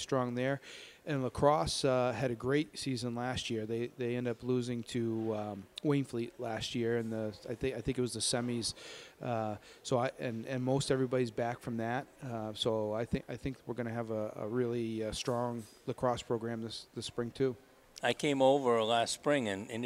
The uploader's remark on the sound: Broadcast live from Gridiron Restaurant in Lewiston as the Spectrum Healthcare Partners Studios hit the road!